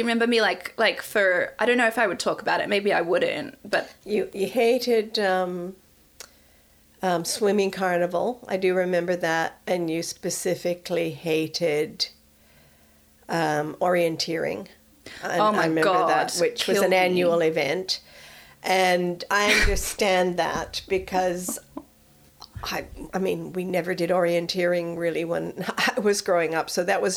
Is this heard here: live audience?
no